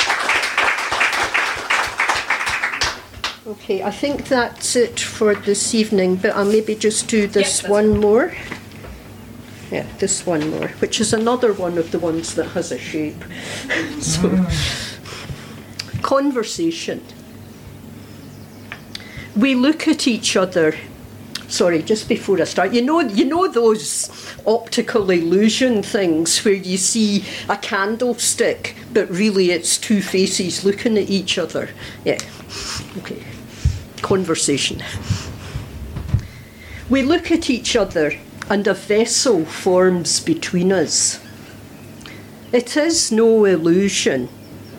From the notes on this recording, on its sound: Recorded live on Poetry Day Ireland April 27th 2023 at the Snug, Mountshannon.